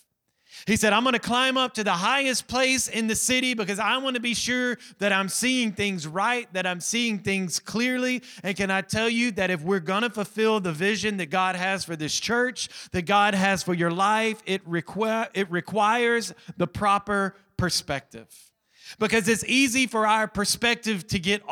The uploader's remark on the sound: Recorded from our weekly Sunday evening service. Restoration Church.